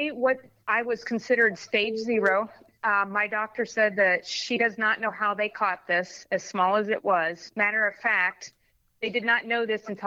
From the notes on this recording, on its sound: over the phone